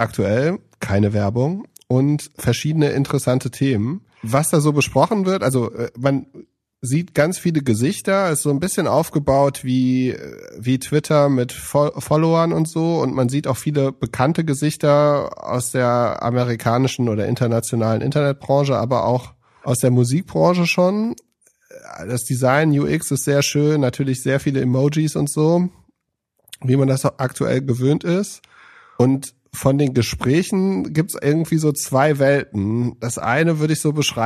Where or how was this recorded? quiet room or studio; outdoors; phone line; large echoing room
quiet room or studio